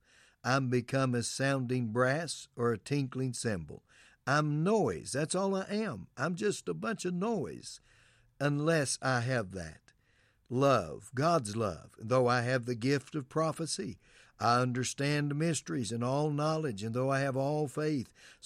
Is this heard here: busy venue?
no